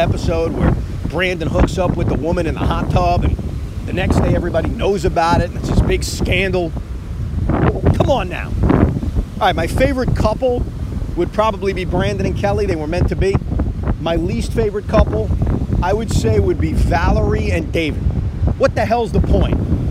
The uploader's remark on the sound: Recorded from a beach in North Carolina